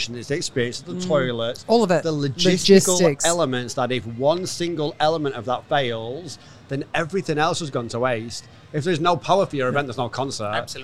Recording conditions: busy venue